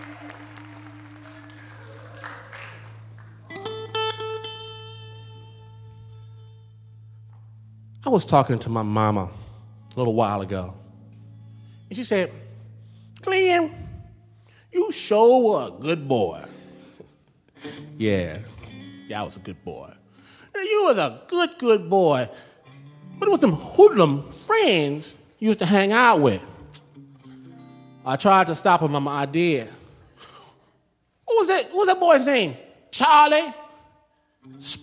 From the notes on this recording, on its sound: As they unveil their darkest secrets before a screaming audience at San Francisco's Brava Theater. Snap Judgment, LIVE!